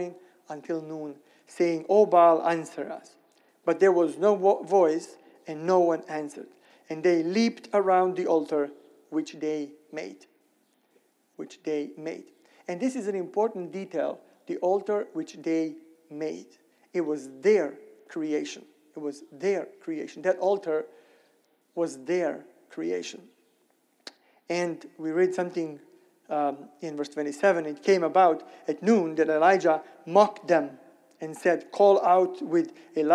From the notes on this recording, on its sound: Sermon recorded at Middle East University church.